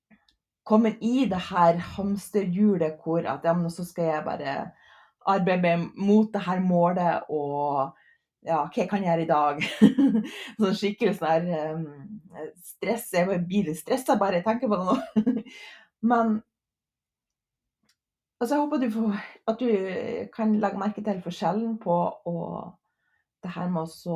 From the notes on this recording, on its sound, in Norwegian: Først må jeg bare beklage lyden. Jeg jobber med å finne en løsning på at jeg skal kunne spille musikk, så inntil jeg finner ut av det blir det litt forskjellig kvalitet.